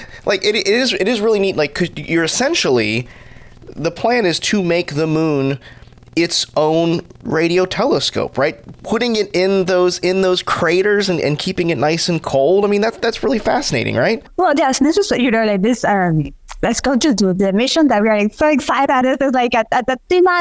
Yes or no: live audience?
no